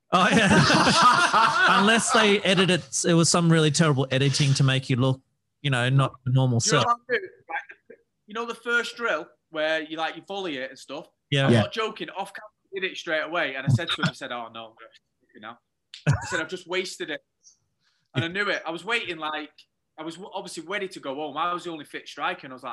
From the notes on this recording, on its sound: Join us from his hotel room in India. Apologies for the audio quality - it's our first time recording from Zoom!